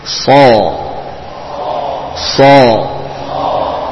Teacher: Sama-sama dari ujung lidah yang ditempelkan ke gigi seri bawah dengan sifat safir · Term: huruf sad